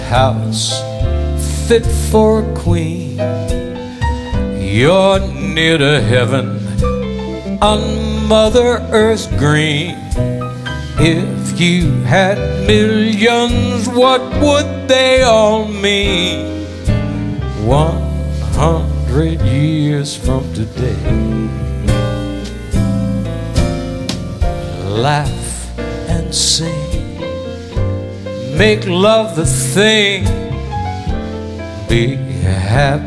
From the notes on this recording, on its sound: Live at the SouthPoint Casino